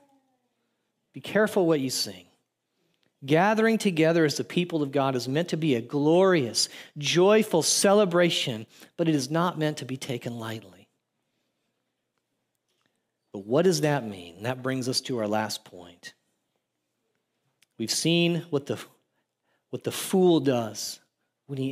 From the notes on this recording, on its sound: audio from New City Church in Champaign-Urbana, IL